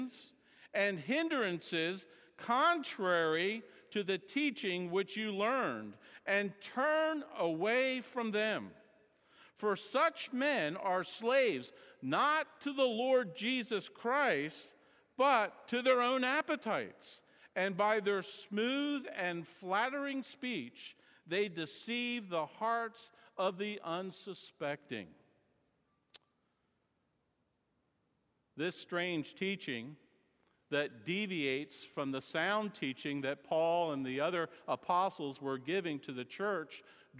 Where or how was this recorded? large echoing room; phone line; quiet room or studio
large echoing room